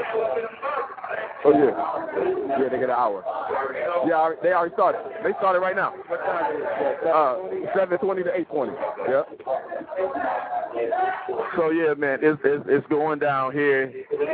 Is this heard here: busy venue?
yes